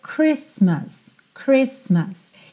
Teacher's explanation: Embora a gente tenha um T nessa palavra, ele não soa.